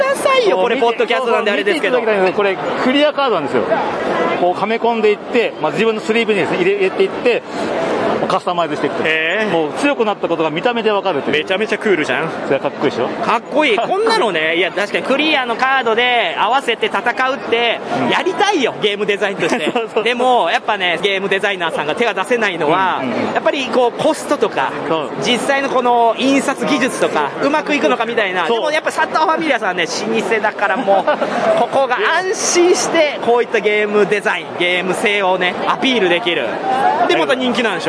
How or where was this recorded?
busy venue